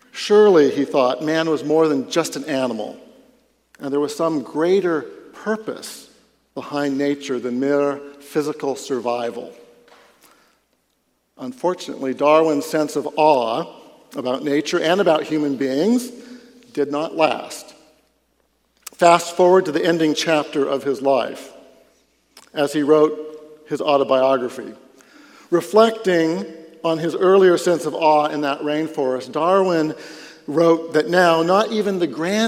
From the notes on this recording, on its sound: Catch the first half of a public talk. Delivered at the Dallas Conference on Science & Faith.